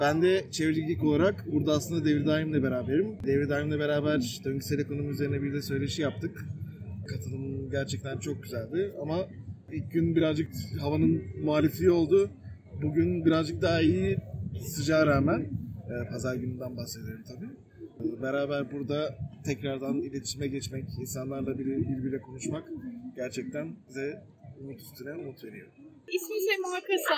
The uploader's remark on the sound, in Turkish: 3-5 Haziran'da gerçekleşen Kadıköy Çevre Festivali'nden sesleniyoruz. Oradaki ortamı sizlere de yansıtabilmek adına katımcılarla, STK'larla ve oradaki dostlarımızla minik röportajlar yaptık.